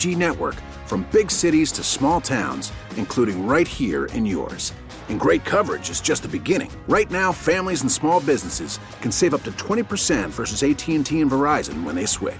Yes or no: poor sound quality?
no